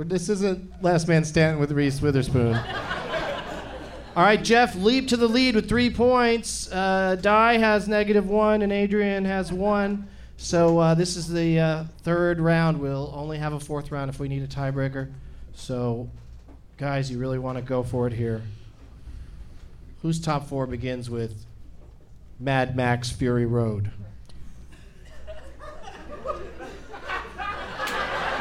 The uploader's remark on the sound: Live from the Funny Bone in Columbus, OH